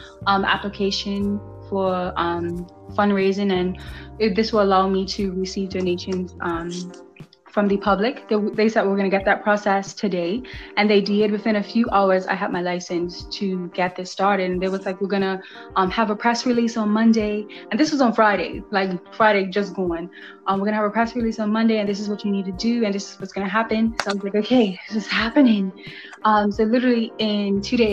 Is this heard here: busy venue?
no